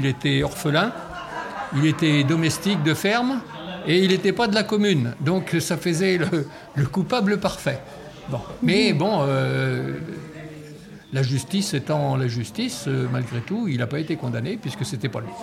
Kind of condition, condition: setting, busy venue